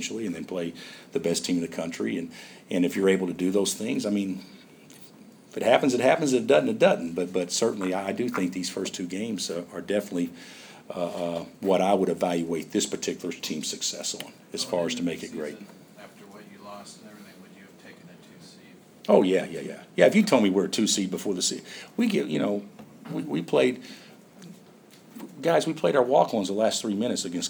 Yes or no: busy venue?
yes